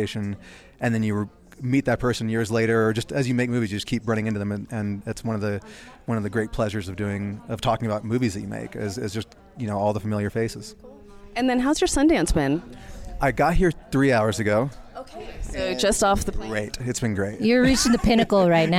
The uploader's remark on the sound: Sundance Red Carpet convos. These red carpets are fast and furious.